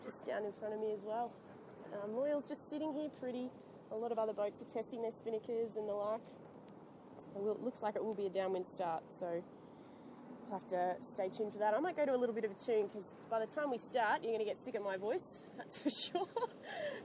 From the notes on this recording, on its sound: In this episode we have the commentary of the Land Rover Sydney Gold Coast Yacht Race 2014 start. This was streamed live direct from Sydney Harbour on the CYCA media boat.